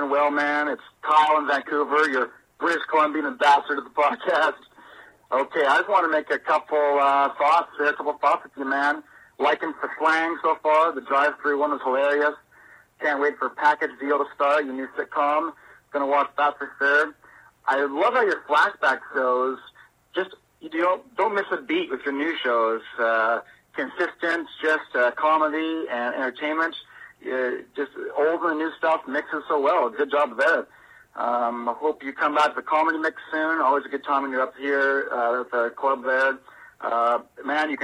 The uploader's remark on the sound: we take phone calls from you guys